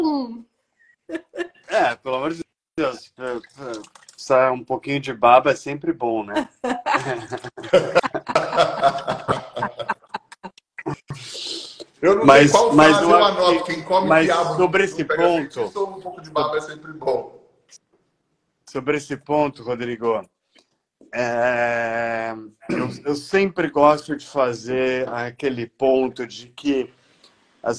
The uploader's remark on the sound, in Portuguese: Neste episódio trouxemos a live pós Churrascada 2023. Como é áudio da live, não está tão perfeito.